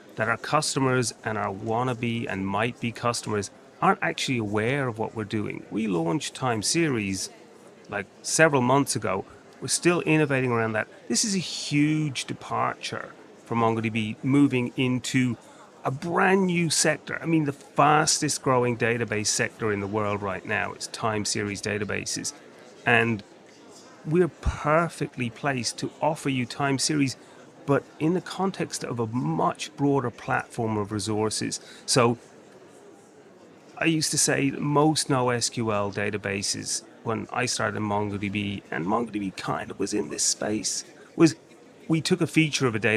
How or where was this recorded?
busy venue